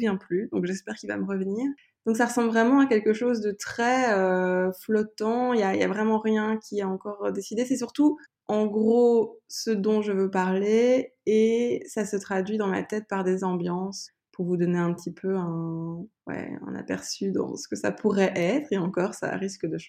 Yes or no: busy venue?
no